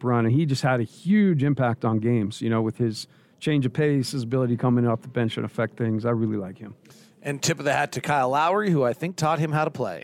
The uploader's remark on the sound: Postgame press conference audio